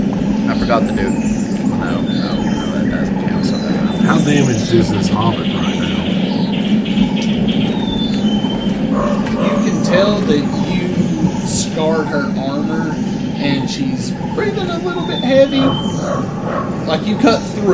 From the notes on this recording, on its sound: This episode was recorded in person in a local cardshop and lightly edited to just remove gaps of silence.